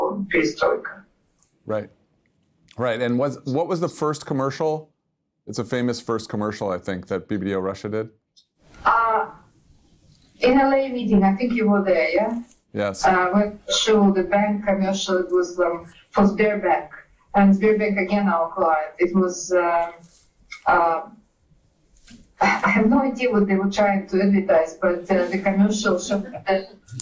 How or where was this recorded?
video call